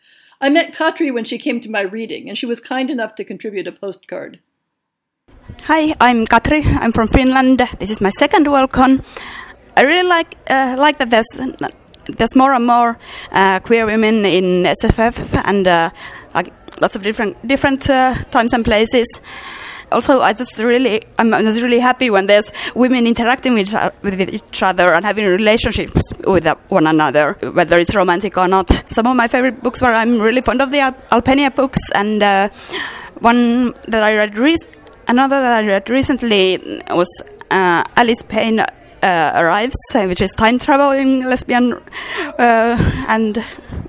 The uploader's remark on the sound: A collection of micro-interviews recorded live at Worldcon in Dublin, Ireland.